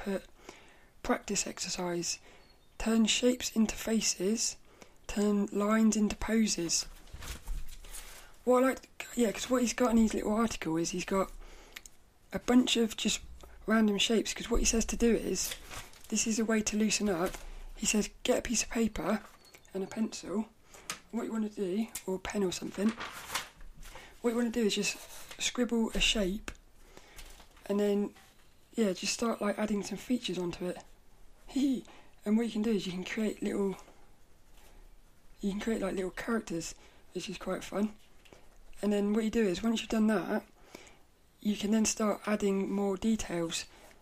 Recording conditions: sounds in the background